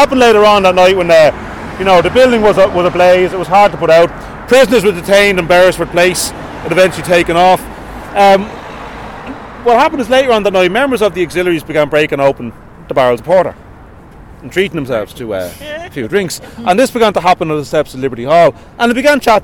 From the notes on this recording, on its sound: Dublin Revolutionary Walking Tour.